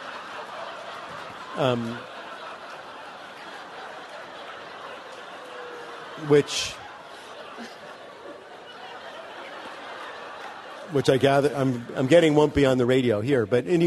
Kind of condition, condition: setting, live audience